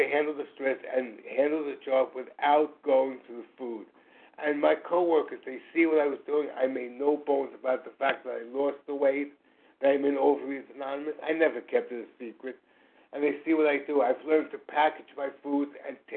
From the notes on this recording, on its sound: 100 Pounders Phone Meeting, 8/11/23